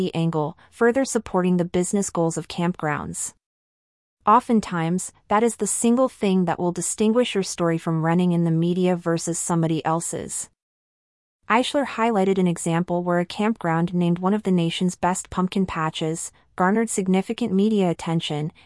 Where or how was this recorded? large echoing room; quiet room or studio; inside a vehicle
quiet room or studio